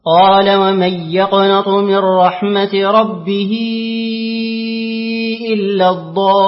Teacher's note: اقرأ لخلف بترك الغنة